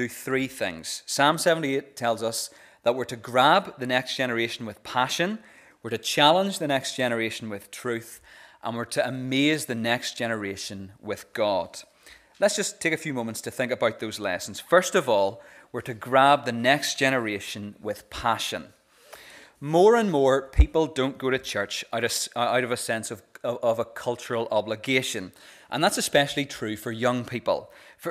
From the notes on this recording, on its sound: This is the recording of the Bible reading and talk from our Vibe service